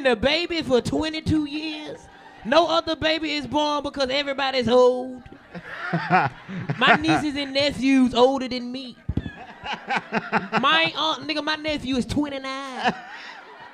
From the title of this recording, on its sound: The 85 South Show Live In Cashvile